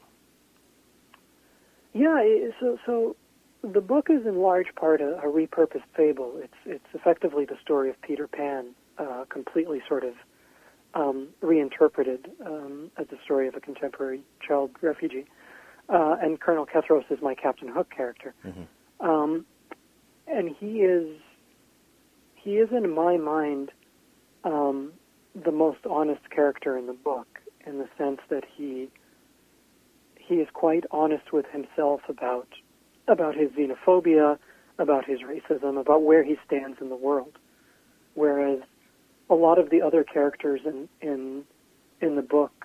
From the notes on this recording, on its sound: called in from his home in Portland, Oregon.